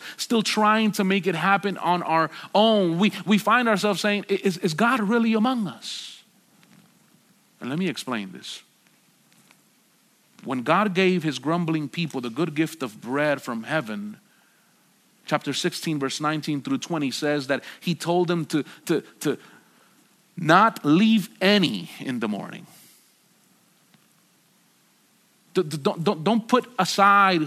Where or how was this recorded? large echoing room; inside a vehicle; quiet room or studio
large echoing room